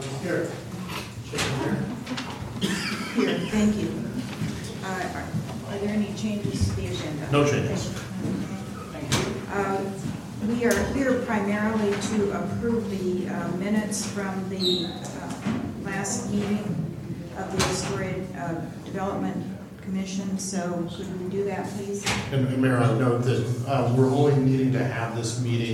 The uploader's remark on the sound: Live recording of Astoria City Council Meeting, November 19, 2018.